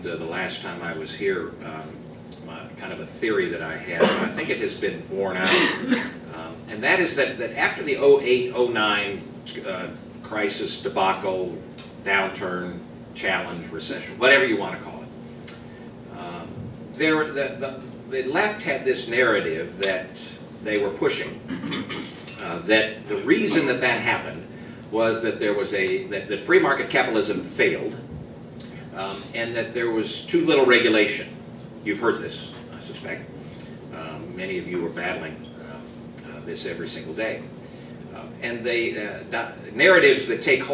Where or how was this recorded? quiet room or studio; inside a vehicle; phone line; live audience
live audience